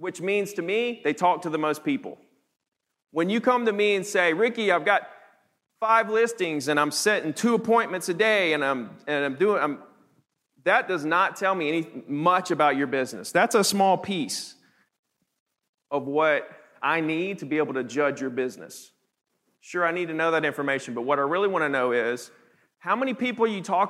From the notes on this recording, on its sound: teaches the audience at the HyperFast Sales Summit